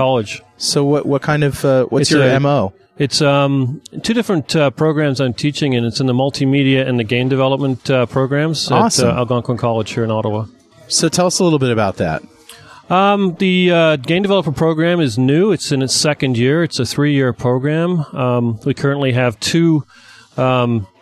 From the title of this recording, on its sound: Live from the Canadian Vista Launch Events!